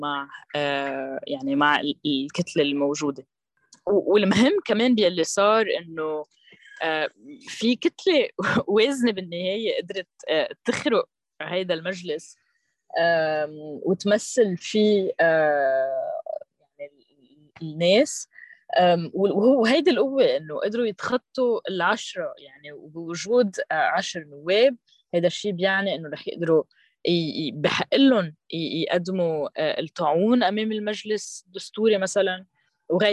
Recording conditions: video call